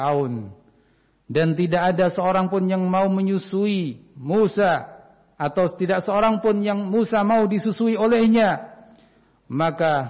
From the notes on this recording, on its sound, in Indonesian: Rekaman Khutbah Jum'at Ma'had Riyadhul Jannah Cileungsi Bogor. Pelaksanaan shalat Jum'at, dilaksanakan dengan mengikuti protokol kesehatan.